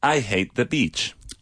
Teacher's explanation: hate, pronunciado con el sonido H y no J